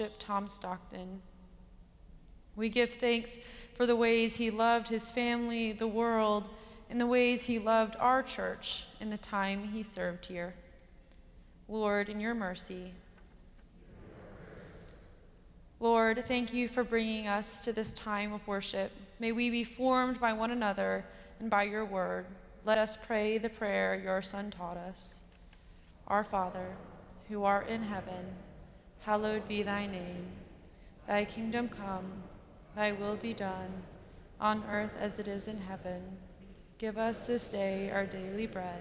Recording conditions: large echoing room